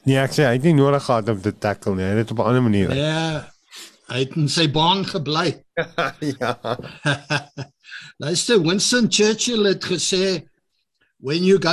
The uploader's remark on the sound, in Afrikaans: Manne van die Woord Zoom Byeenkoms 2 Junie 2022